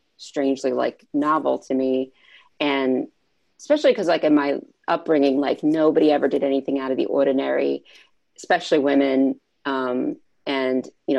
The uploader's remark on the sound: This episode was recorded remotely during quarantine. You might notice differing audio quality from previous episodes (this one sounds like a zoom call … because it is!).